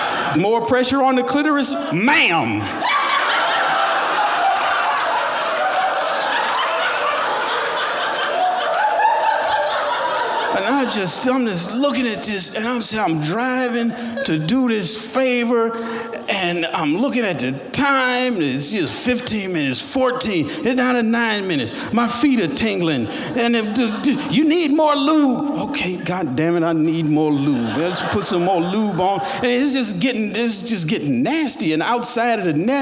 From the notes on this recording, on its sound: Recorded at The Alberta Rose Theatre in Portland, OR on August 8, 2015.